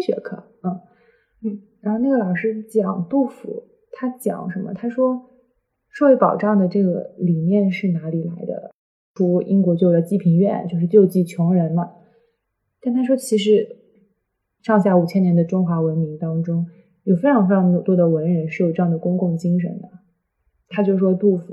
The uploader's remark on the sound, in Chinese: 本期音质确实不佳